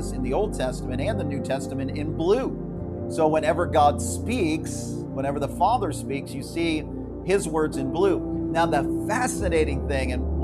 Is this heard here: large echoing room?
yes